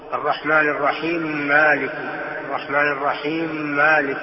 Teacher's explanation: أدغم حرفين من آيتين، هذا فيه إدغام كبير